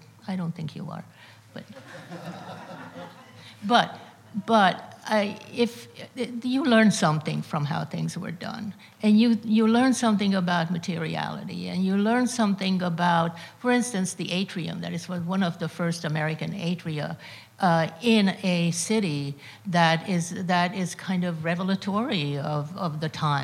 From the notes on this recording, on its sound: Part of the City of Tomorrow: Real Estate, Architecture & Design Summit presented by 92Y and Hundred Stories. At 92nd Street Y.